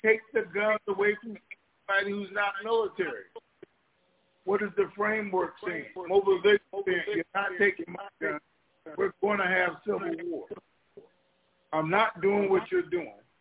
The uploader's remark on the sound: TNTSuperfantastic Conference Call